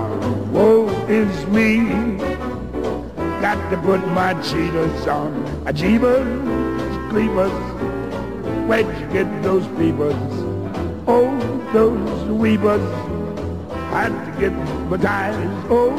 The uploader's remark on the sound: Live From The Mad Monster Party